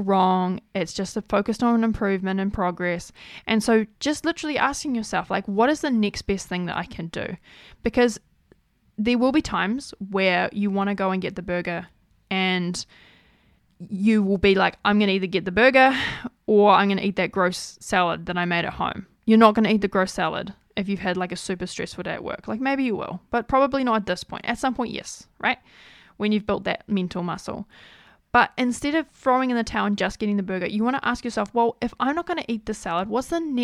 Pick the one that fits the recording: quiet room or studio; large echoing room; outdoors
quiet room or studio